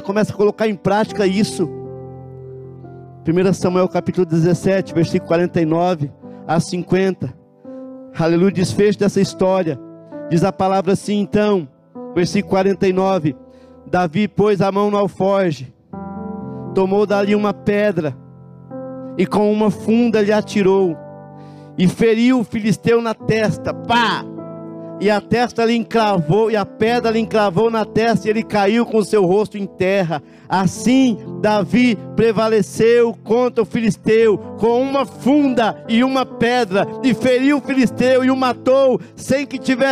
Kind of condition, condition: setting, large echoing room